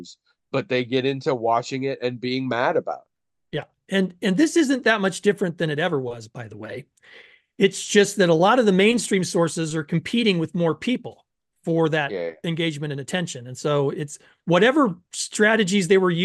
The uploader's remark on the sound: Someone’s internet is borked this week, and so Zoom keeps cutting out and coming back. What you’ve got is a bunch of chunks of podcast.